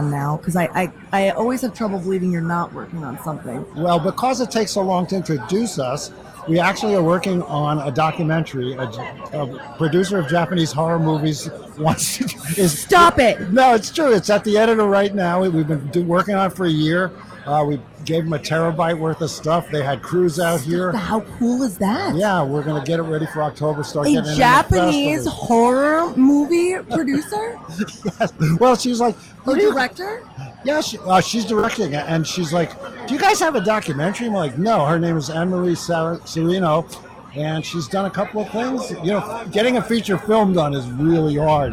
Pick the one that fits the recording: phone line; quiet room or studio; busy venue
busy venue